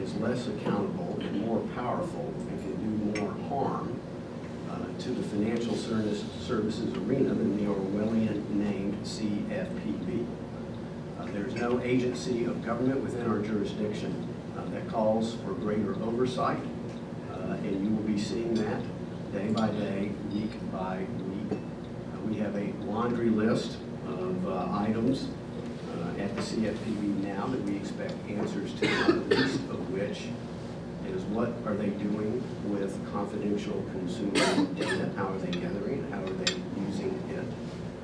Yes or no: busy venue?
yes